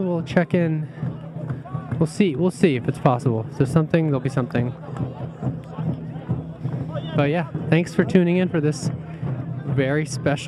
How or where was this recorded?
outdoors